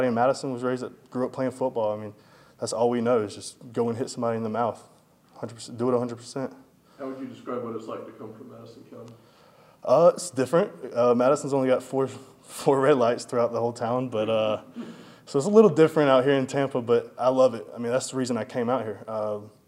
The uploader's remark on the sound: full audio from Monday press conference